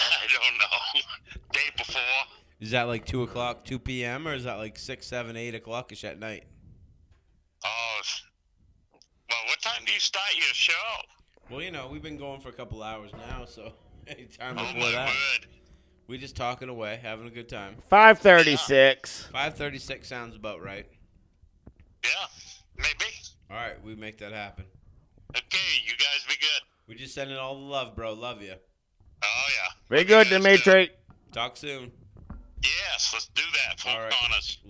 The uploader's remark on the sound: Multiple LIVE CALLS and our first ever LIVE GUEST!